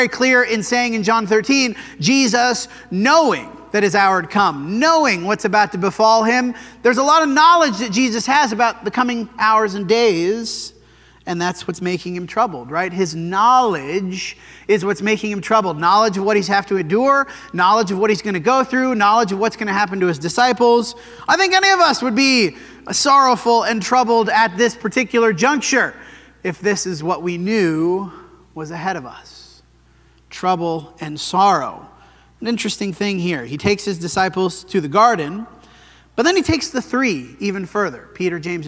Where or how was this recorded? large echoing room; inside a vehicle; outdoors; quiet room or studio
large echoing room